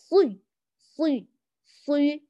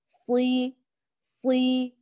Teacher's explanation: لا عمل للشفتين في الصاد البتة · Shown in: second take · لا الشفتين ولا شفة واحدة، لا زما ولا ضما كاملا